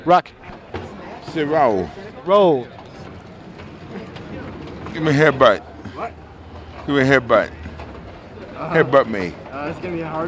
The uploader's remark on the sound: At CMJ in 2000. This was for KSPB, my high school radio station, and was recorded on the streets of NY.